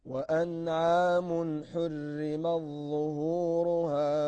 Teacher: أن ورشا أدغم تاء التأنيث في الضاء · Term: إدغام